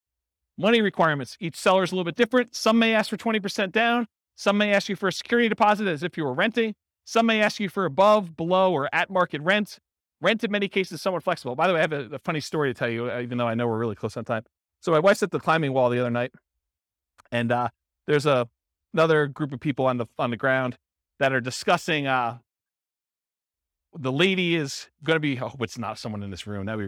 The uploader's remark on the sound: In Vallejo, California. This was a live class recorded. The live in-person version.